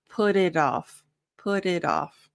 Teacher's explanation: the T's, both put and it, turn into more of a flap T, which is that like TD sound. So it's softer.